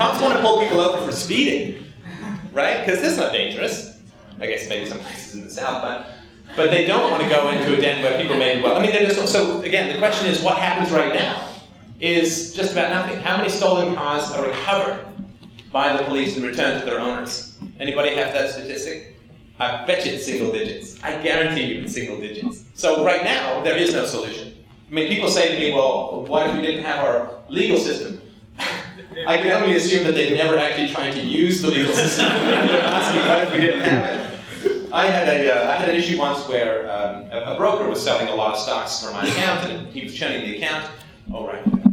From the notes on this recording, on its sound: speaks at the 2010 Students for Liberty conference at Drexel University, Philadelphia, Oct 9 2010